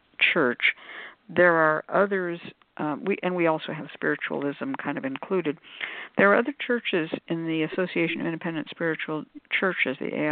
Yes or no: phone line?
yes